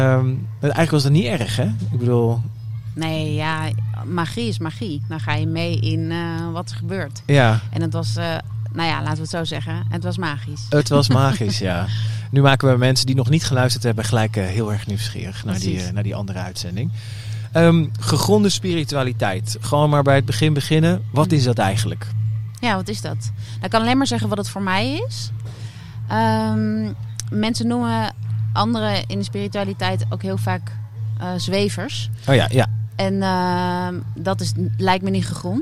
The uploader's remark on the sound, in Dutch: Deze speciale aflevering van #odeaandemagie is live opgenomen op Kampeerterrein de Lievelinge in Vuren tijdens het festival ZIN.